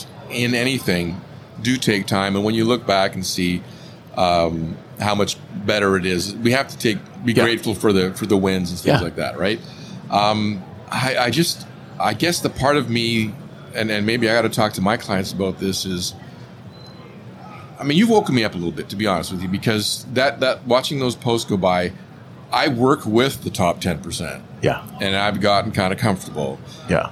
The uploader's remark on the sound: In this episode recorded live at AAPEX 2022.